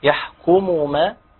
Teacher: يمد شفتيه للأمام، يحقق الهيئة، يحقق هيئة الضم، وزمن كمان الضم يعني الضم تاخد حقها يعني.